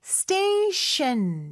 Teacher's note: station 할 때는요. 앞에 T 발음은 쌍디귿 발음으로 된소리로 해주시고요. 뒤에 T 발음은 SH 발음이죠. 그래서 station 이렇게 발음하시면 돼요.